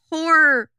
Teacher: But he goes, horror. The first syllable was so long and then such a long pause for the next syllable. It's so slight.